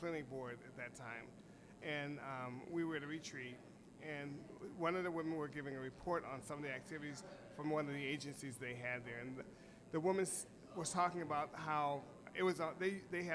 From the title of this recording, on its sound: Live at Cultivate